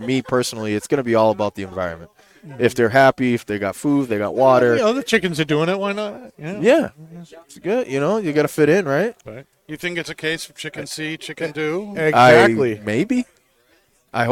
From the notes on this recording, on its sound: Recorded live from the 7-20-4 Lounge!